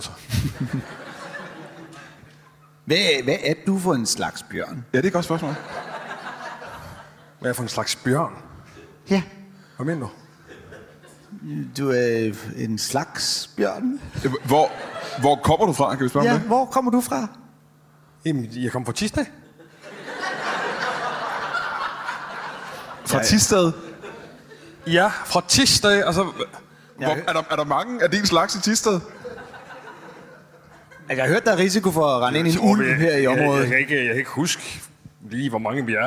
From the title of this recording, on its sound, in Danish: LIVE fra Skive Teater